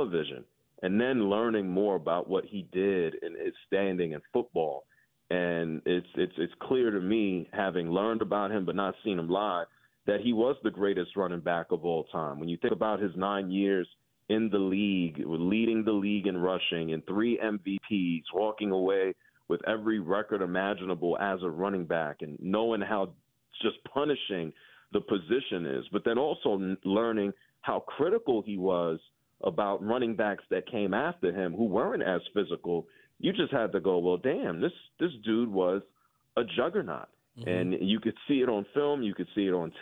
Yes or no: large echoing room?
no